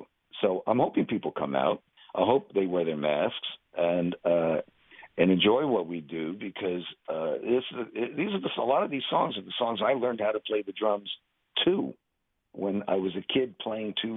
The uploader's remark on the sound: Chat by phone.